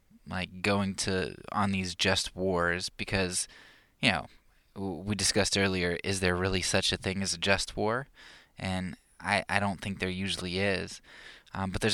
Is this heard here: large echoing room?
no